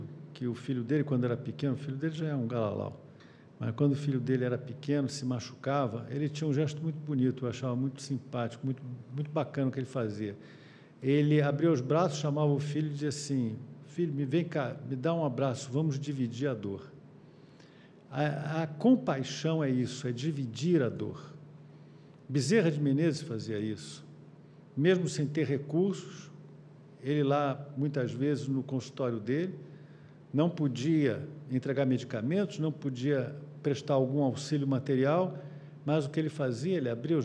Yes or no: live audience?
yes